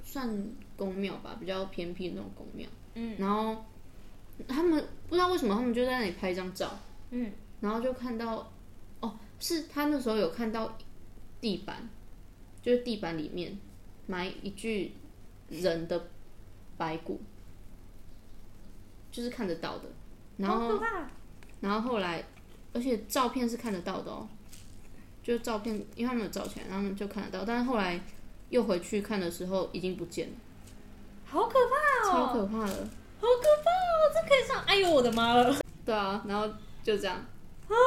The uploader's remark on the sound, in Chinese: 這集很多拆食玩包裝的雜音！能剪掉的盡量剪掉了！請見諒！